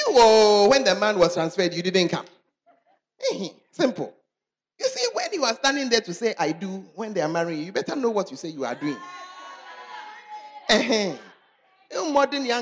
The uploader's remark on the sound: Preached at the Charis Conference